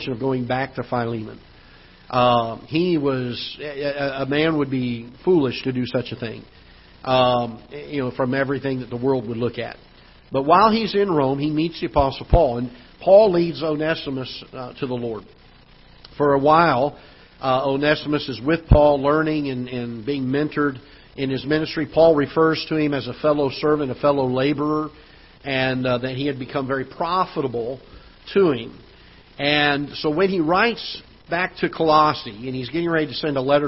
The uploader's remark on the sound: Ketha Heights Baptist Church ~ Live Broadcast